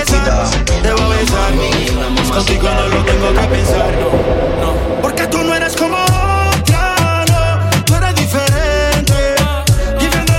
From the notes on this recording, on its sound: LIVE FROM PUTI CLUB SF